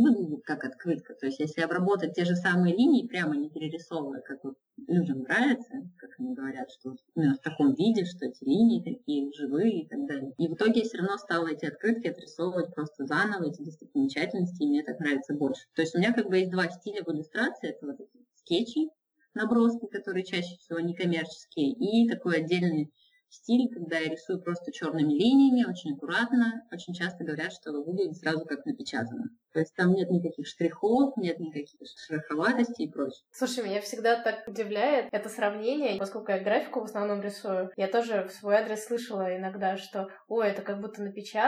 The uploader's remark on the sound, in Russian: Качество записи немного отличается от обычного.